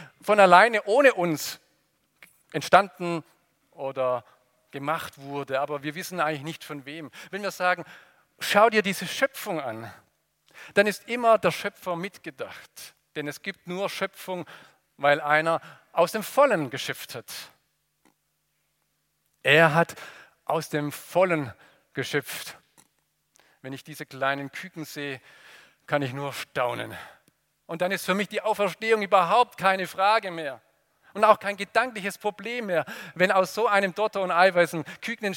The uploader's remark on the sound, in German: aus dem Gottesdienst der Liebenzeller Mission